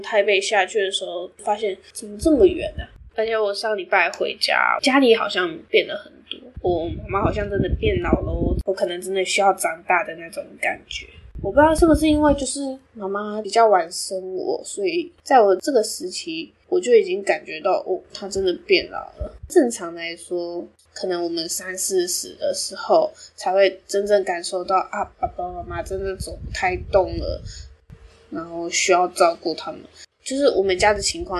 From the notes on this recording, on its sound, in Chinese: 唯一不變的就是收音品質一樣爛。現在，我會在台北實習一年。